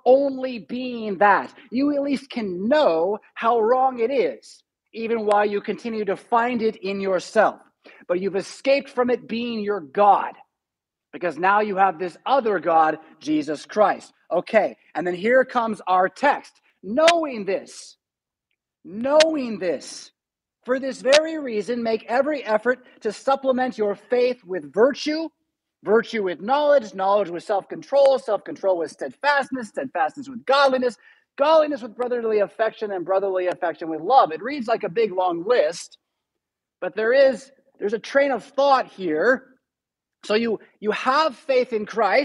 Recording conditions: large echoing room